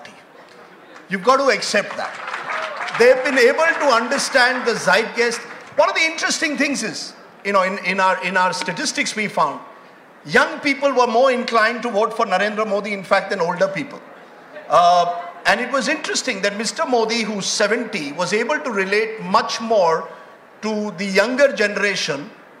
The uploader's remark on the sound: A live session from #JaipurLitFest2020.